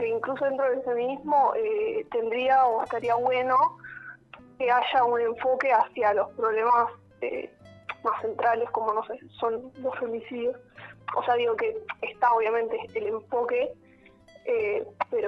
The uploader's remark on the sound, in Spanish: Charla Telefonica